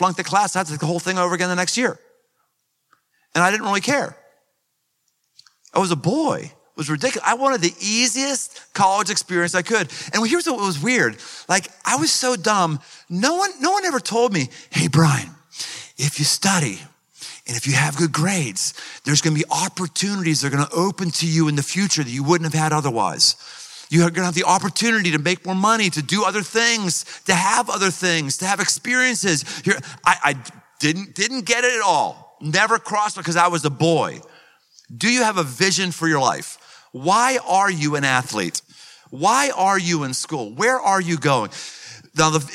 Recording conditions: live audience